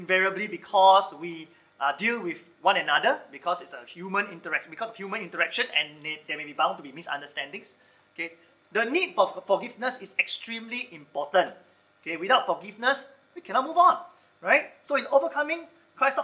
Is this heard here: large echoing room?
yes